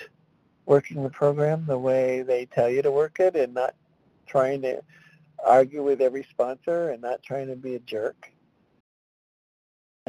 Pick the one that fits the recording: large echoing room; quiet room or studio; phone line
phone line